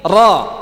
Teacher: Padahal ro, huruf ro yang fathah itu lihat makhrajnya. Makhrajnya itu ujung lidah nempel di gusi. Ya. Dhohrnya, dhohr ujung lidah.